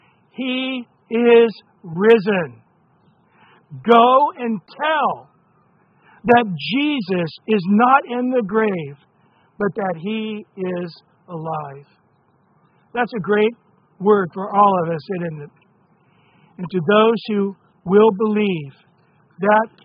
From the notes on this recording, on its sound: Recorded at Calvary Chapel of Los Alamitos on Apr 9 2023 on Sunday Morning Sermon.